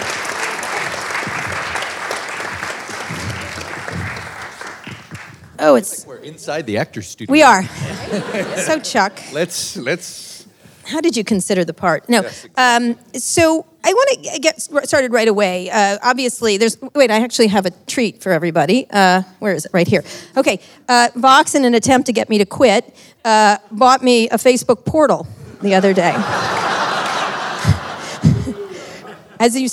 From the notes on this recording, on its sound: In this live interview recorded in Washington, D.